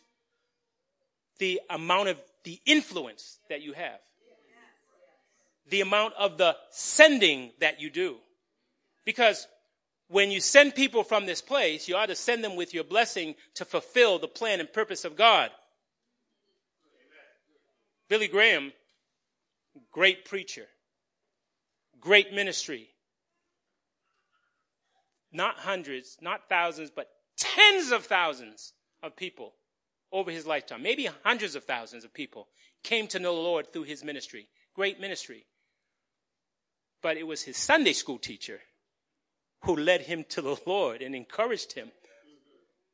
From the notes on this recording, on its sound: Recorded on 2017-03-19 at the 8:30am Service.